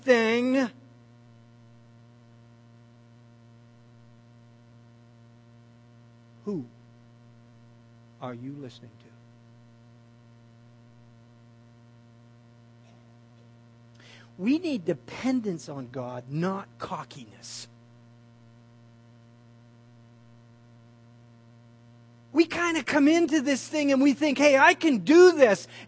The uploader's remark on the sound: At The People&#8217;s Church of Somerville, NB on the morning of February 15, 2015. At The People’s Church of Somerville, NB.